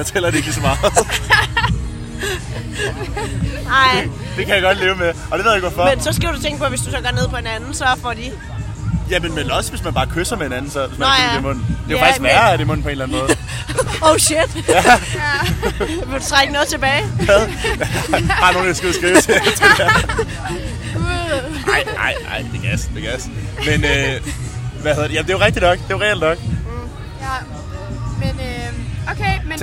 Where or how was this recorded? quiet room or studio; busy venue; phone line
busy venue